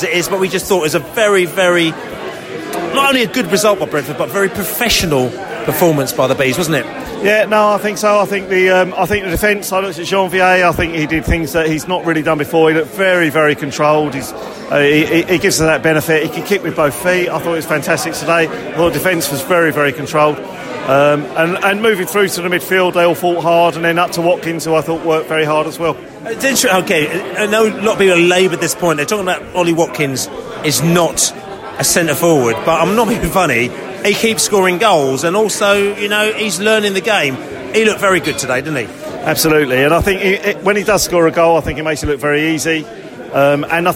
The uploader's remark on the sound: We’re Just a Bus Stop in Hounslow - post QPR v Brentford match podcast from the pub.